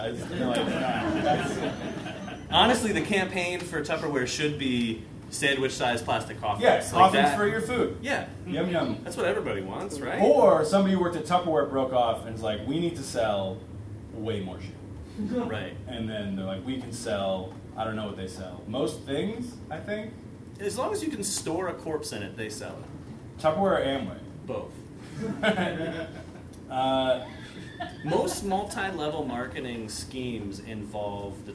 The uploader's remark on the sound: Live at the SteelStacks Improv Festival